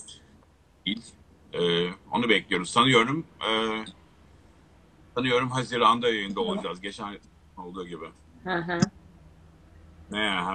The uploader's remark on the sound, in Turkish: 3 Mayıs 2020 tarihli Instagram Live kaydı.